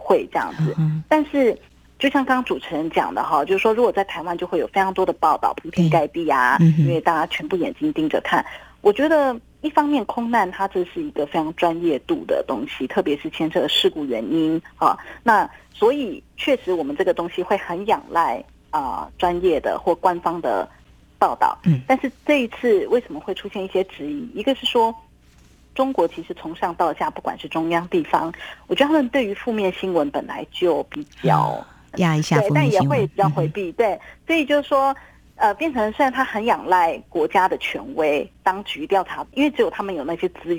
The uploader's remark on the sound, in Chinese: 連線訪問中央社駐上海記者。